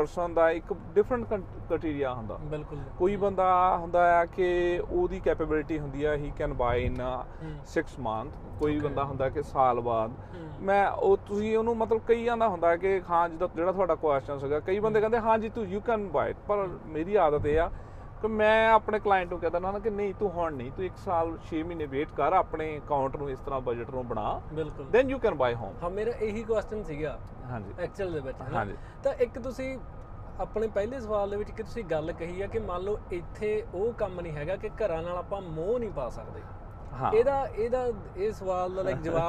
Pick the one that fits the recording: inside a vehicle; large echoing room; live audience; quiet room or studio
inside a vehicle